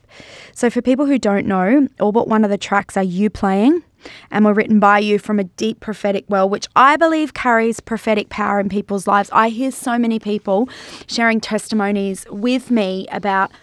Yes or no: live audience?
no